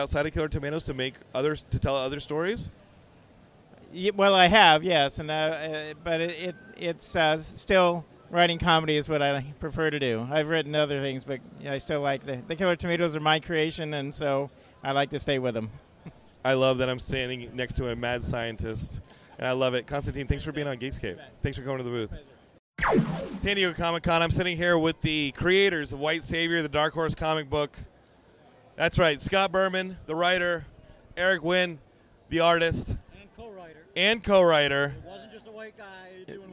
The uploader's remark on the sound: Geekscape at San Diego Comic Con 2023 Day 3!